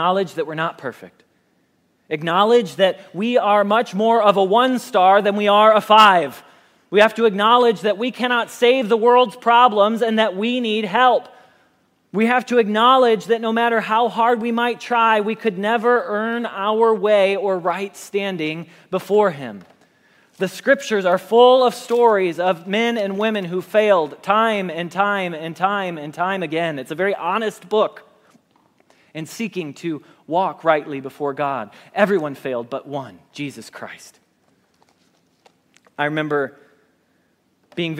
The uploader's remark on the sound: Message Preached at Valley Creek Church